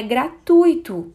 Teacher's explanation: O que nós temos na construção gráfica dessas palavras é um ditongo fechado e decrescente. U é vogal e I semivogal. As vogais não são, portanto, pronunciadas separadamente, o correto é gratuito.